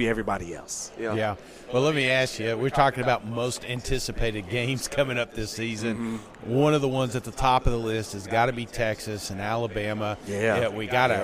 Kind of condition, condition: setting, busy venue